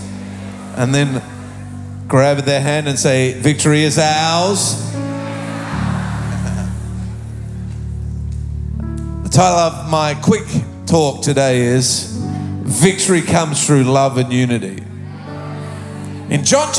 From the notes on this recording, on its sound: Recorded live at Planetshakers Church (Melbourne) on Sunday 15th of October 2023.